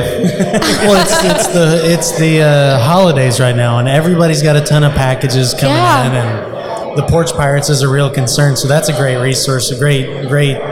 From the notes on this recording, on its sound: We interviewed for over 2 hours at the Contractors Network LIVE event in Spring TX